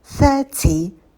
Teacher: Ударение на первый слог. Первый звук межзубный.